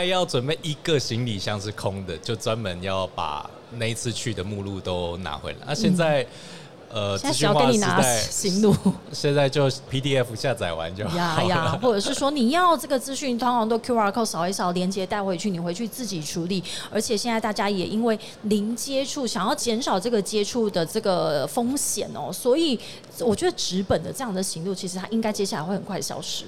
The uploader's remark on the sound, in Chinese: 2022 Taipei Cycle台北國際自行車展-Live Podcast。